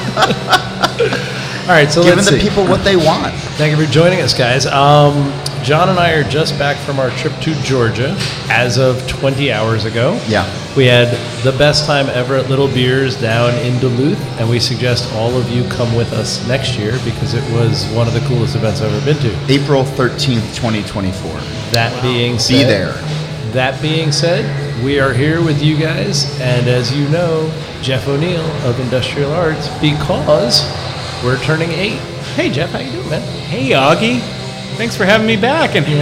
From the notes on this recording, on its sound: We turned 8 last Monday and celebrated by recording a live in-person show with a small but dedicated crowd at our original location, Barcade Jersey City.